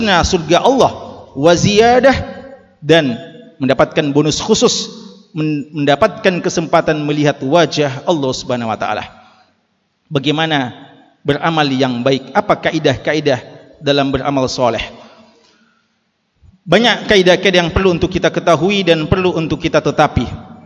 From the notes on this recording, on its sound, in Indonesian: LIVE Ceramah Jum'at. Ceramah Jum'at [LIVE].